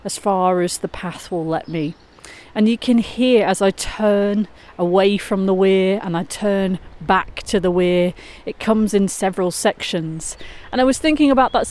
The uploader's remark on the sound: Today’s Sunday soundscape is recorded walking along Crowden weir. Enjoy listening to the sound of the gushing fast flowing stream.